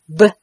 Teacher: Lesson 7 Stop Consonants 第七课爆破音一 P 轻辅音发这个音的时候双唇轻轻闭合压迫气流使气流由口腔突破双唇而出不震动声带 P 二 B 浊辅音 b 的发音和 p 大致相同只是发音的时候双唇要紧闭压迫气流使气流由口腔突破双唇而出并震动声带